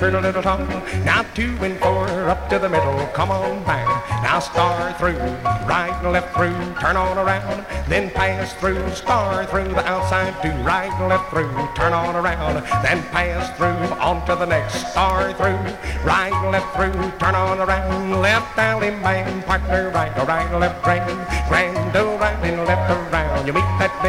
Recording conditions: busy venue